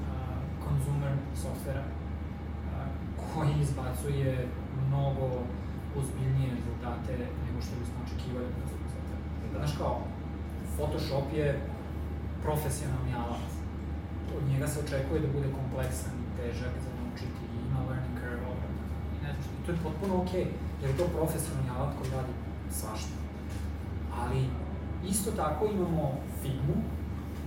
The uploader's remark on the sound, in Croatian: Panel diskusija u Sarajevu. Kompaniji Hulksapps u čijem smo prostoru bili i svima u publici. Audio oprema nam je zakazala u sred govorancije, tako da je zvučni zapis sa kamere.